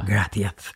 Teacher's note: My father was a Gallego from Galicia, and so they had the very strong TH sound.